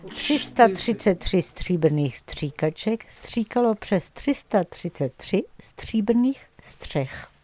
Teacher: Tu fais un R roulé sous le palais avec ta langue et en fait tu contractes les lèvres et ça fait les deux ensemble.